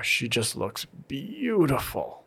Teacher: That really long, hard stress on the beautiful mm. helps indicate what is my key sentence.